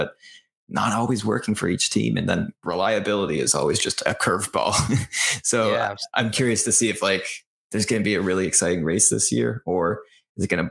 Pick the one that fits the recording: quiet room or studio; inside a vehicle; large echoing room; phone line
quiet room or studio